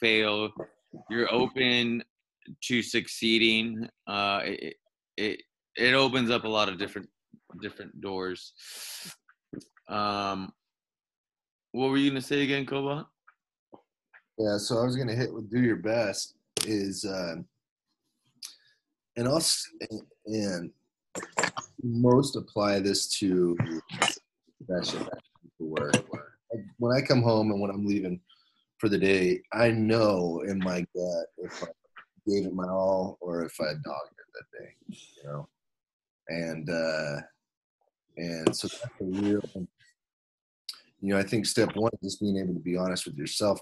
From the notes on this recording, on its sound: Quarantine zoom call